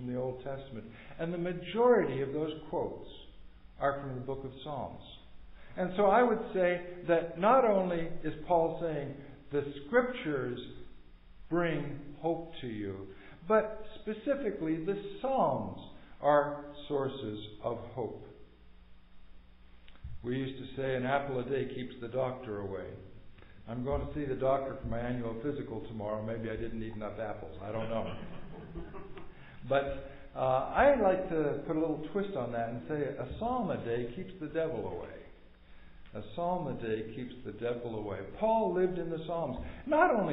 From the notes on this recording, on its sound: Recorded at MPPC on Sunday, December 4, 2022